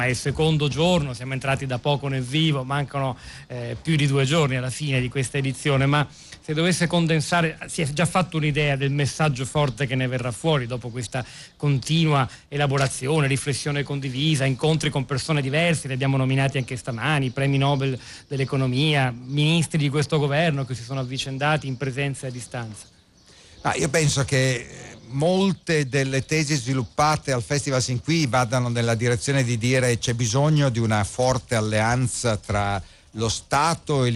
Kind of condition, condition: setting, busy venue